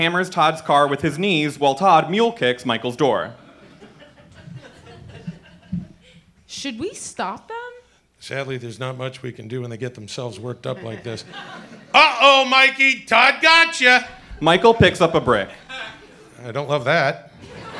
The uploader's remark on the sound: This is also the first pilot we recorded live since the pandemic began so you’re going to actually hear some real laughs!